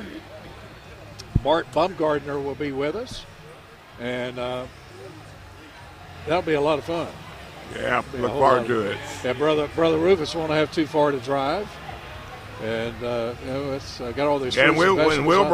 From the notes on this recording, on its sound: broadcasting live from the NC Pet Expo